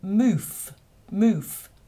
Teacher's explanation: pronouncing an F sound in place of a TH sound